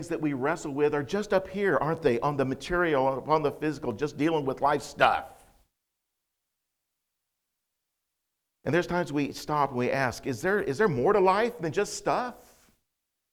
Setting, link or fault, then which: setting, large echoing room